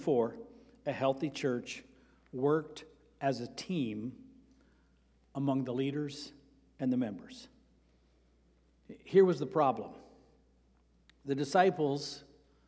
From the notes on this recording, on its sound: Sermon preached on Sunday, September 17, at Avondale Baptist Church.